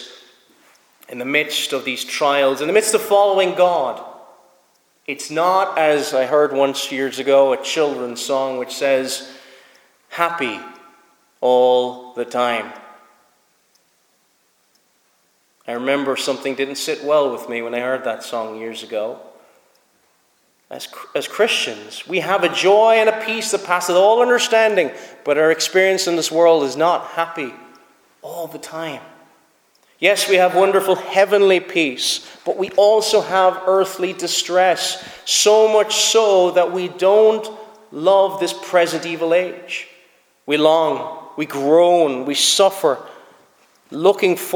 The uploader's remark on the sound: Preached at Snizort Free Church